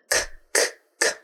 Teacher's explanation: the back of your tongue is kind of making contact with the back of your throat. K, k, k. And there is no voiced sound at all. · Term: hard C